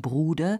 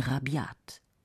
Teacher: Denn das B in Bruder ist hart und das in Rabiat weich.